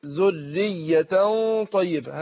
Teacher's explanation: خدت بالك من تشديد الراء؟ مشددة. والياء بعدها برضو مشددة. عندنا الراء مشددة مع الترقيق.